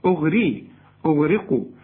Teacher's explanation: أنا عندي الغين مفخمة والقاف مفخمة، إنما الراء دي مرققة جدا لأنها مكسورة